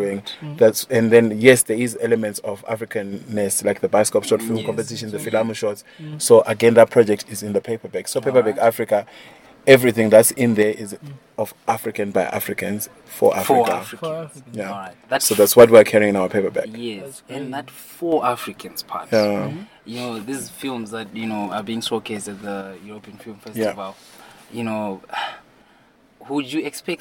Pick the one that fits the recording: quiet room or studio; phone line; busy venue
busy venue